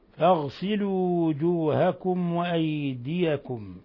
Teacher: ميم ساكنة جاء بعدها الواو، إظهار شفوي، بل هو من أشد حالات الإظهار الشفوي